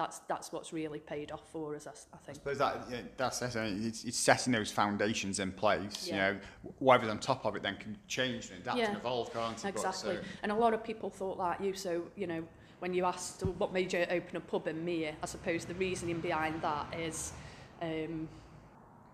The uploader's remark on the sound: The Potteries Pubcast at Swifty's Micro Pub. We call in for a pint and chat about #community #publife with the owner of Swifty's Micro Pub in Meir.